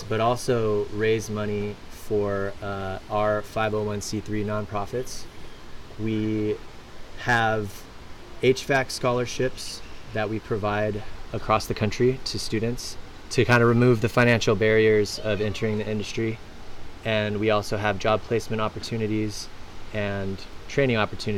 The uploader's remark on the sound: Live from Tee Off for the Trades Golf Tournament. We are live at the Angel Park Golf Course in Las Vegas.